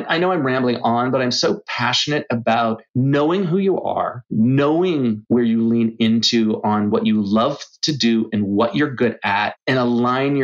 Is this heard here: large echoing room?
no